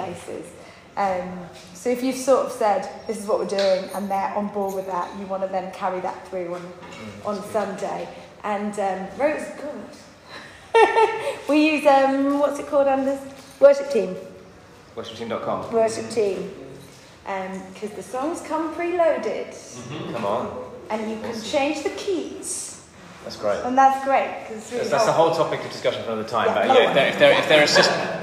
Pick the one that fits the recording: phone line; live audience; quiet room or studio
live audience